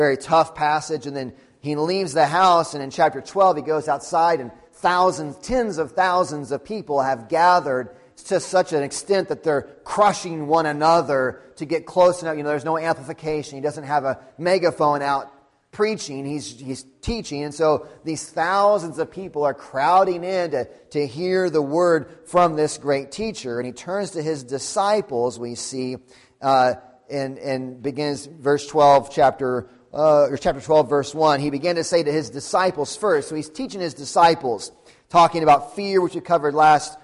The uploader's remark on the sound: Sunday Morning Sermon Audio